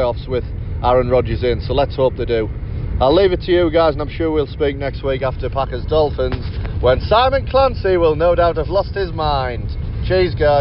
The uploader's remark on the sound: Live from a Michigan Car Park. The team out on the road.